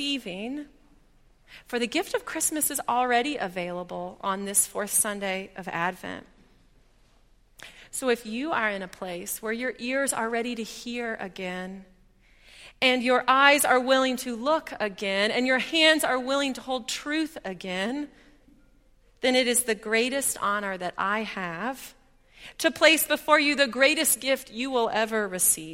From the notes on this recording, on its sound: at Highland Baptist Church